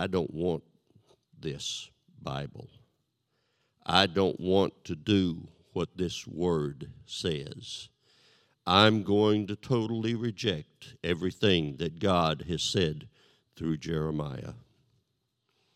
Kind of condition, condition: setting, large echoing room